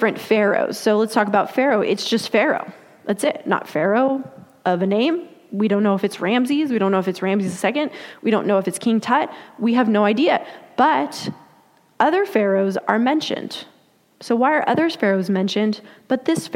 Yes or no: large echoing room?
yes